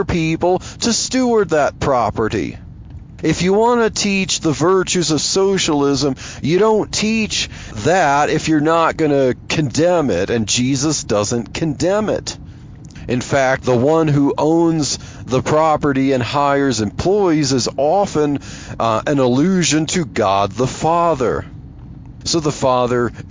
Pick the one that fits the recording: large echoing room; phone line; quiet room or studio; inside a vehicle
inside a vehicle